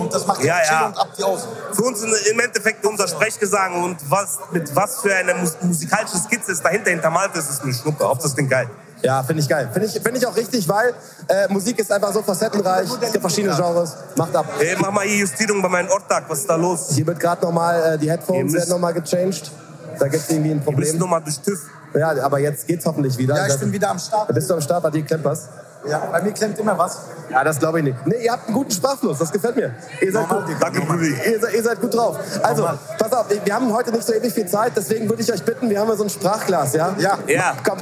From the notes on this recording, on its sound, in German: Exklusive Einblicke und Interviews mit Promis, Influencern und Artists vom WINTER WORLD CLUB DOME 2024.